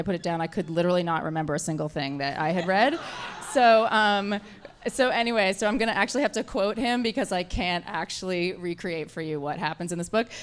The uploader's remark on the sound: On Stage at Housing Works Bookstore Cafe. 126 Crosby Street in downtown Manhattan.